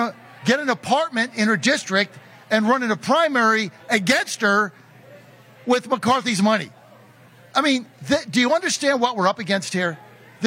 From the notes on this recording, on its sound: Live From The MAGA Bus Tour.